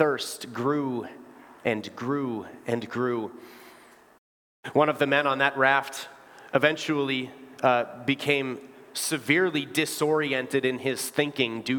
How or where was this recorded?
large echoing room